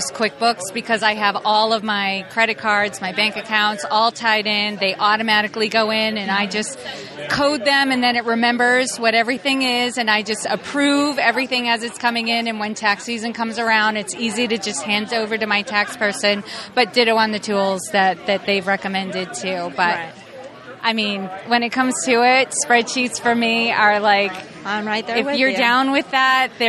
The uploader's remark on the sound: This episode was recorded at Podcast Movement in Chicago so we were all physically in front of one another.